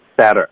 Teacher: t 的音，我们用一个弹舌音